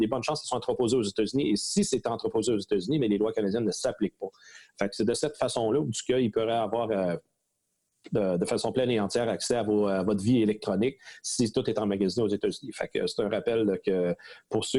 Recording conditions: video call